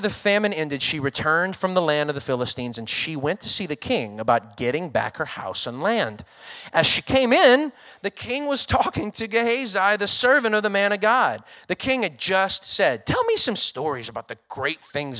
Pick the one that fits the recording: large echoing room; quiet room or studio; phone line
large echoing room